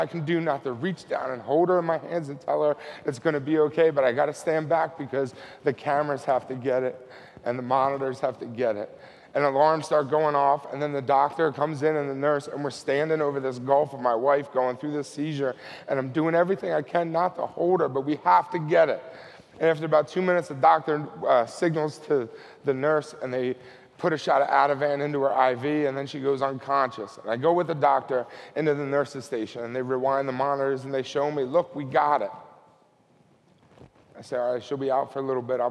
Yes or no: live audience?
yes